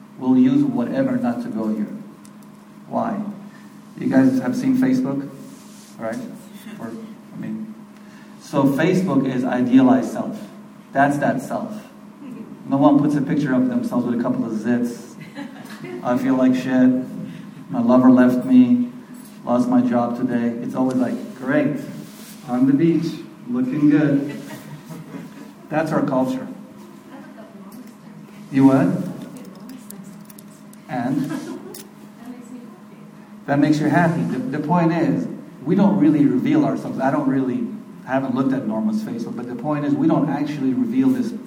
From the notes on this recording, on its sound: This lecture and Q&A session was recorded on February 18, 2013, at Norma Kamali's Wellness Cafe in NYC.